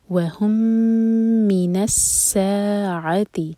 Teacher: میم اور میم کا ادغام، ادغام متماثل، میم کو ہولڈ کیا جائے گا 2 سیکنڈس